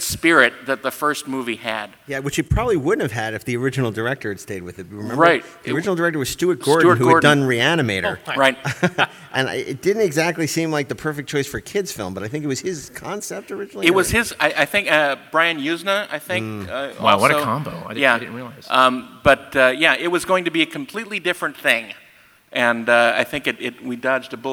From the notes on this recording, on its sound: LIVE FROM COMIC-CON. Live at San Diego Comic-Con.